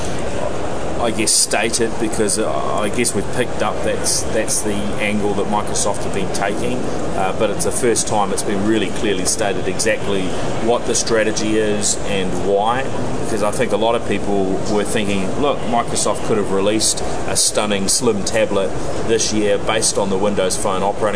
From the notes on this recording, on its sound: This special edition of the NZ Tech Podcast reports from day 2 at Microsoft’s Worldwide Partner Conference (USA).